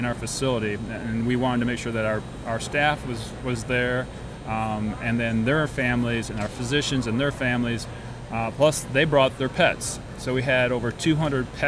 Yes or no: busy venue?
yes